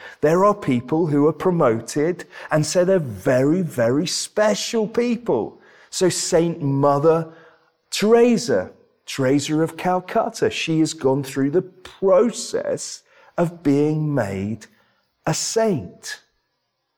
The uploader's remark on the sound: This sermon was preached at Welcome Baptist Church.